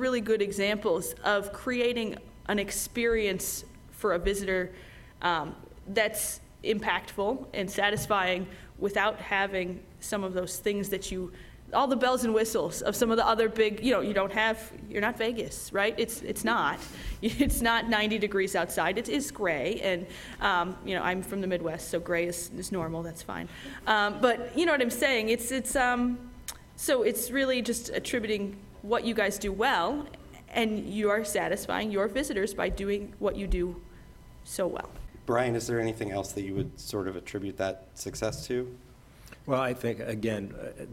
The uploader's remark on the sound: moderated a panel at the Columbus Metropolitan Club